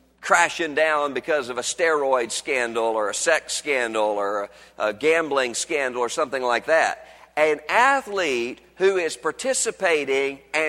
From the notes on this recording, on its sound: was originally preached on Sunday, February 20, 2011 at Highview Baptist Church in Louisville, Kentucky.